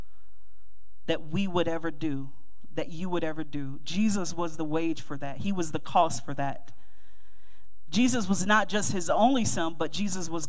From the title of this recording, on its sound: Mt. Calvary Baptist Church, Dayton, OH 2-18-2024